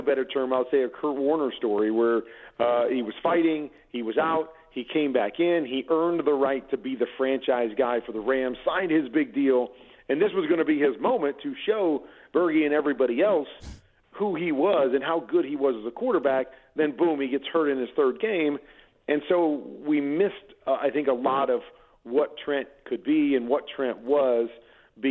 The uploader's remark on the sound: gets a special guest to call into the show!